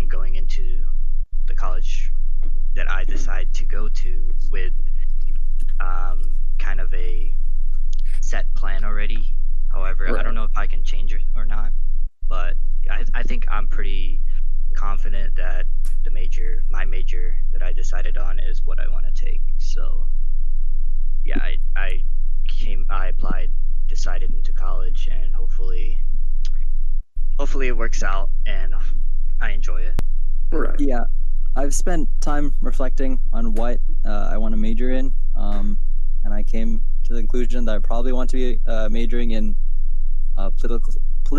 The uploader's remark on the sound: Sorry about the audio quality if it is bad during this episode, we recorded this remotely from our homes.